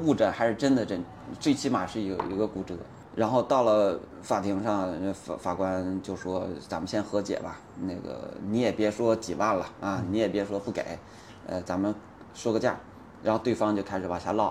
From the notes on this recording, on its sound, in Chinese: 首届“环西自行车赛中国挑战赛·北京昌平”的现场。我们在终点位置等候完赛选手进行采访。